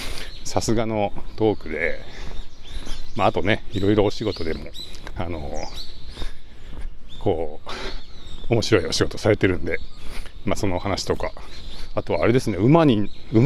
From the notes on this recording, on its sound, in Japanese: zoom M2を持ちながらお散歩録音してみた